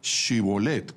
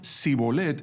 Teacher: en lugar de decir Shibolet con la H, pronunciando las consonantes SH algo más suave que una H, dijeran Sibolet sin la H intermedia